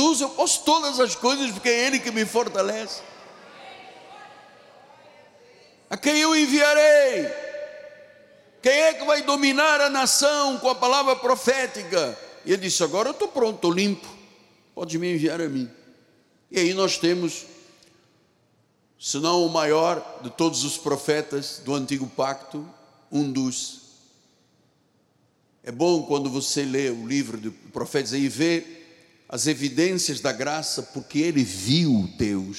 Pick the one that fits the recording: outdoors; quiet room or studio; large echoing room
large echoing room